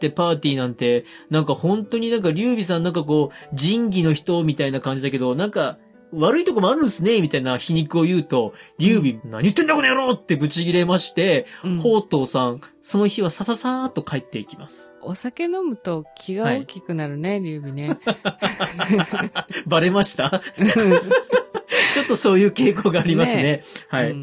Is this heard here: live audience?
no